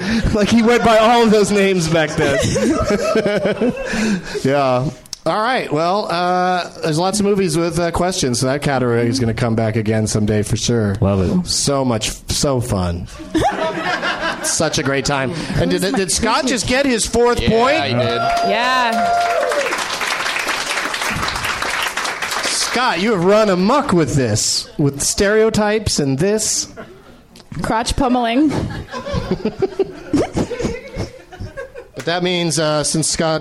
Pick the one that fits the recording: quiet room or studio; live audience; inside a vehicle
live audience